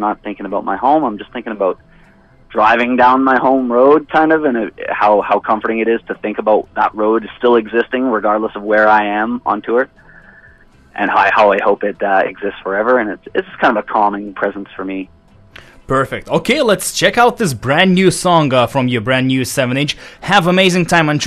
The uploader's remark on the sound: A phone interview. In the second half of the show I did a short interview.